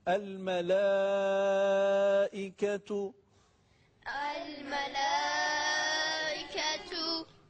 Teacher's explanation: حالا ما مدهای متصل رو فعلا با 4 حرکت میخونیم · Term: مد متصل